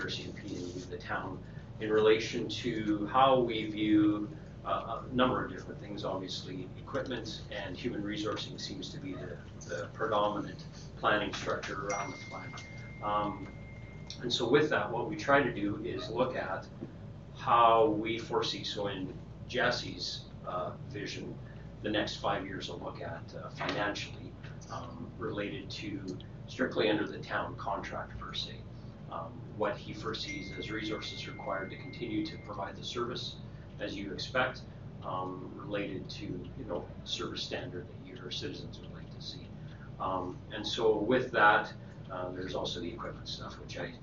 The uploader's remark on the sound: Audio recording of the May 27, 2019 Regular Meeting of Peace River's Town Council.